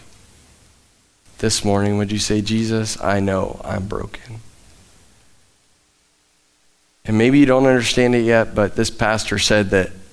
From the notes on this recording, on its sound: Live from The Summit Church in Dover, OH